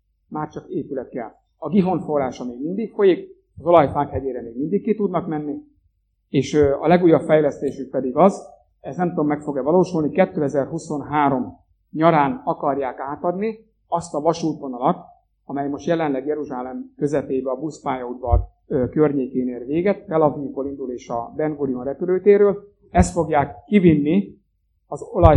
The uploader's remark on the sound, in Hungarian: A felvétel a Jászsági Gyülekezet összejövetelén készült. A hangminőségért elnézést kérünk!